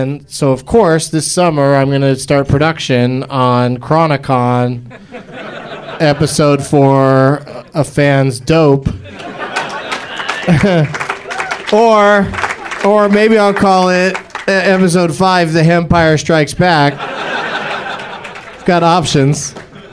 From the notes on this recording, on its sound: Live from Flappers Comedy Club in Burbank